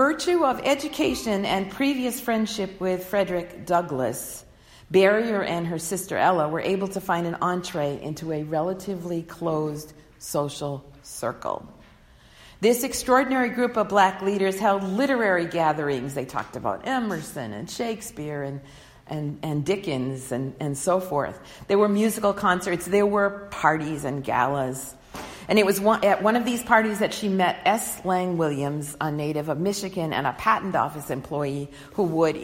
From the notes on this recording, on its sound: delivered on Sunday, March 1, 2020 at the Unitarian Universalist Congregation in Andover